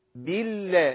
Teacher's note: اللام اسم الجلاله، اللام فيها مرققه في اسم الجلاله بالله، ليه؟ لان قبلها مكسور. فما نسمحش حد يقول ايه اعوذ بالله من، ما تنفعش خالص، ولا يعمل مسافه بينها يقول بالله، ما فيش ياء.